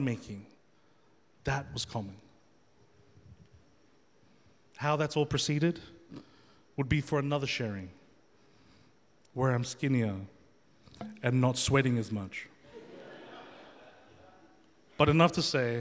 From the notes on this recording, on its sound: The FaithFeed Live Studio Audience.